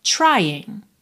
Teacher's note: Termina no N, não pronuncia o G.